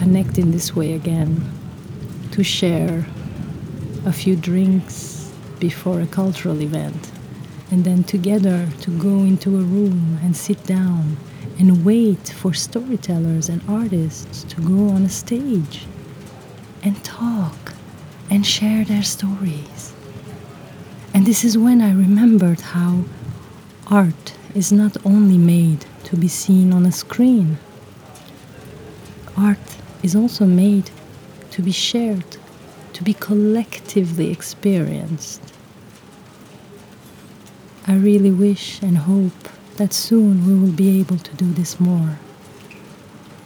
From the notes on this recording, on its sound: I got caught in the rain cycling home following a beautiful storytelling event. This time I am accompanied by the sound of rain.